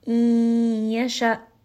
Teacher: We see the letter ya of yarmalun. Yasha, hamza here is going to have jahar, meaning that the sound abruptly stops. We are going to make sure that we give it a little bit of that jerkiness at the end to make sure that we're not bringing this up into the jowf.